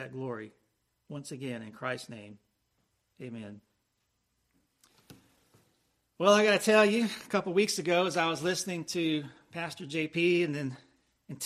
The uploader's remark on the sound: Preached at Christ Presbyterian Church, Lakeland, FL